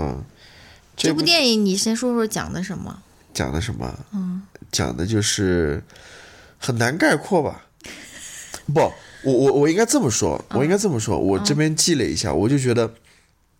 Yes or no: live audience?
no